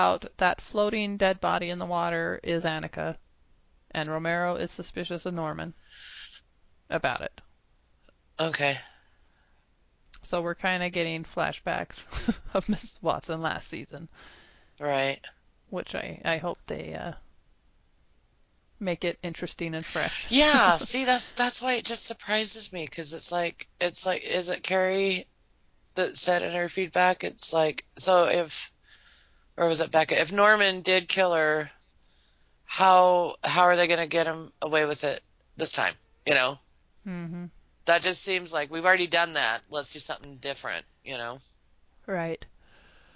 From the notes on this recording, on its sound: Even if our recent audio troubles followed us here.